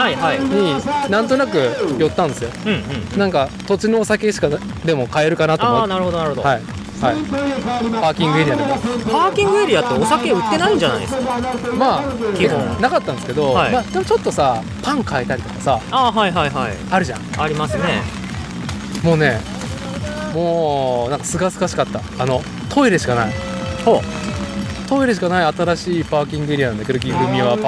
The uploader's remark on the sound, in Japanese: 屋外収録「東海シクロクロス開幕戦 おおが城山公園 ※ME1ノーカット無修正版」。